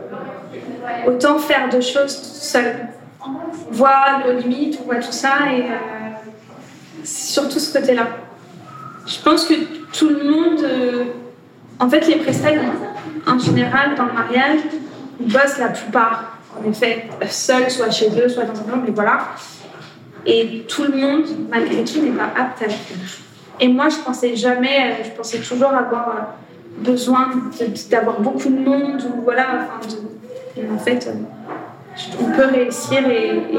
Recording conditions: busy venue